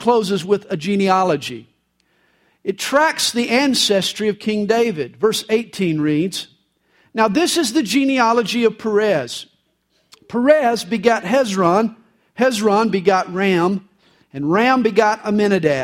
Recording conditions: large echoing room